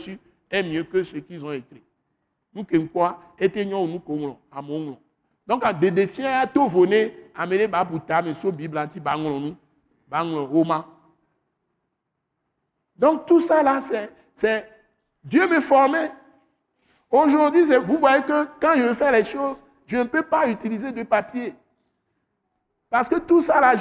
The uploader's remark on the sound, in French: Enregistré lors de la Soirée de Célébration et de Prière hebdomadaire de l’Église Christ Crucifié en Action (implantée par l’ATAC International), est prêché simultanément en français et en Mina, une langue locale du Togo.